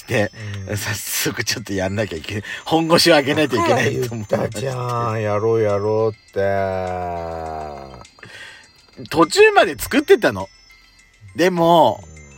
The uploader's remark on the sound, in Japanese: パーキング収録